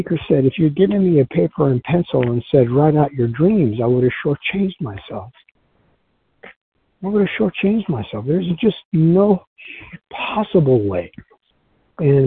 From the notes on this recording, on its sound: 100 Pounders Phone Meeting